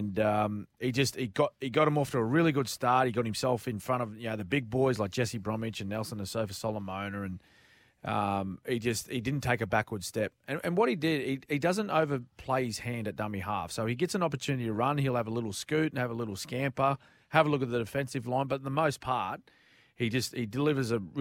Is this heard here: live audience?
no